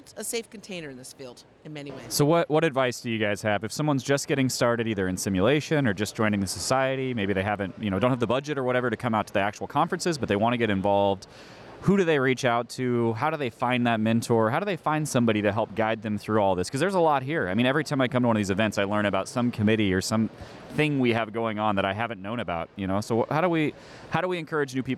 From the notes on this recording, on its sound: This is another episode that was recorded LIVE of the show floor of #IMSH2023.